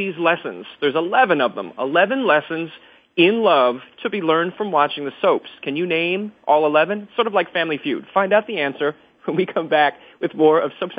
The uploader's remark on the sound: It's time again to open the phone lines to you